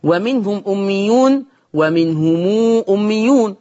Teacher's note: ومقدار الصلة عند ورش صلة الميم بمقدار الإشباع · Term: صلة ميم الجمع